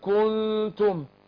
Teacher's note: لو اشبعت حركه الضم هتديني واو